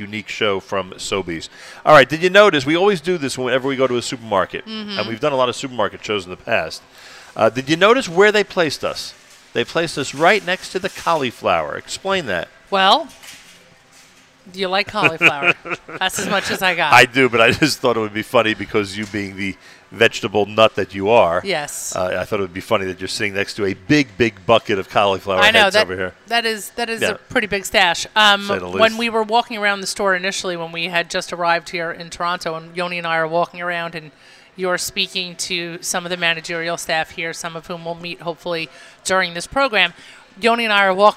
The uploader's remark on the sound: NSN Live from Sobey's Kosher Market in Toronto with Kosher.com